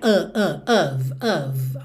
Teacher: E of, OF, sempre com som de OV, sendo que é aquele O meio bobo